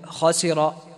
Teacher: المفتوح الذي ليس بعده ألف، مثل قد أو مثل خسر، فتجد أن التفخيم فيه أقل، أن التفخيم فيه أقل من المرتبة الأولى.